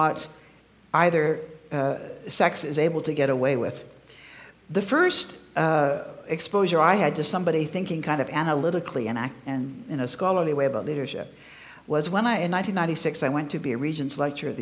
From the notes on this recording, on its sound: Recorded live at CCVO’s 2018 Connections Conference in Calgary, Alberta.